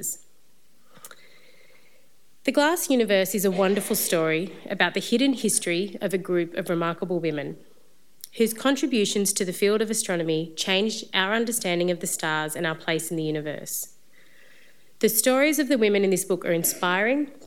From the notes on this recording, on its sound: An exclusive Sydney Science Festival presentation